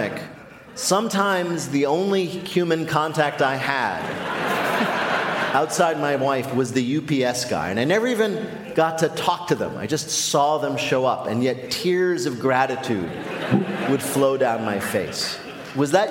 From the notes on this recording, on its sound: we are back with a brand new show from the Studebaker Theatre in Chicago